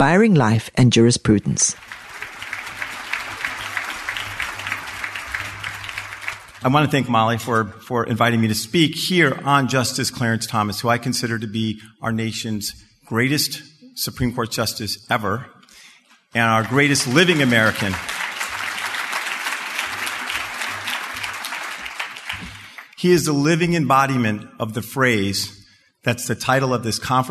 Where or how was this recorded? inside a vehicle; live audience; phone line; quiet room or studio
live audience